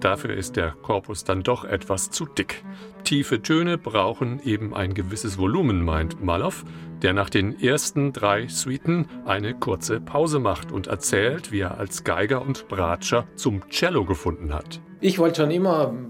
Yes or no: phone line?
no